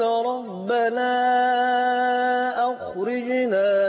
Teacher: وربنا اخرجنا مد منفصل برضه هيتمد سته